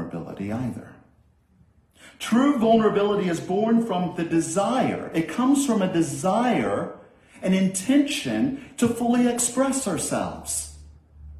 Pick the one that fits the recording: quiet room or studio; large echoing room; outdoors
large echoing room